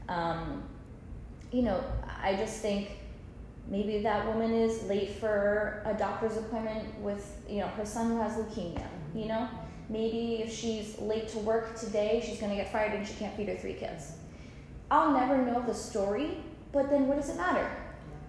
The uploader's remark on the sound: Join in on our live class recording of the "Happiness Hour" series.